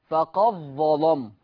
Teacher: هيبقى عندي إضغام الدال في الضاء